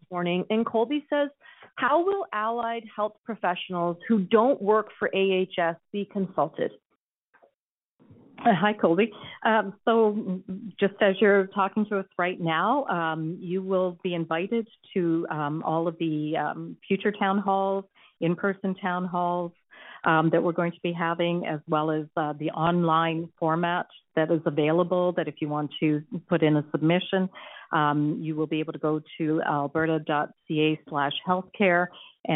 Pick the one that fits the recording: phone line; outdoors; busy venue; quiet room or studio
phone line